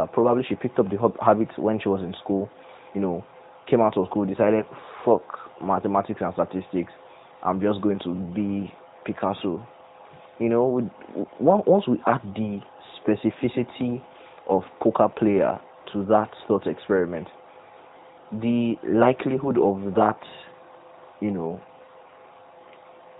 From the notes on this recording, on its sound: Sometimes, the best advice comes in terrible audio. Bear with us, we know the audio is bad.